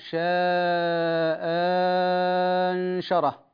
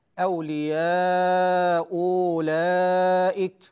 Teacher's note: له وجه آخر وهو إبدال الثانية حرف مد